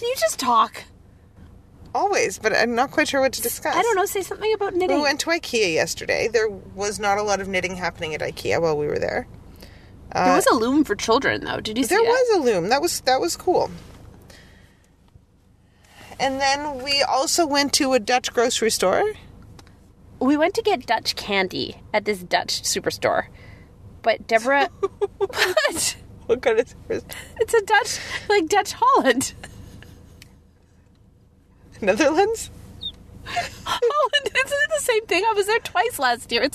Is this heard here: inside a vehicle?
yes